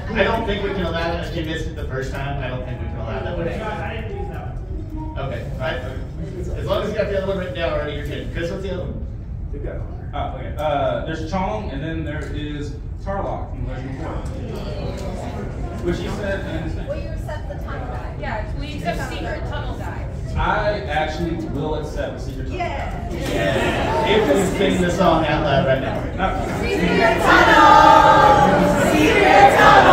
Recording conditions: poor sound quality